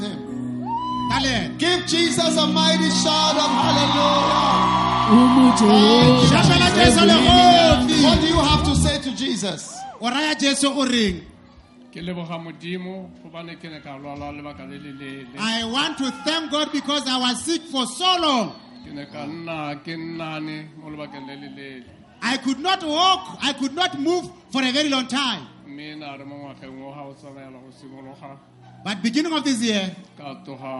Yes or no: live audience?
yes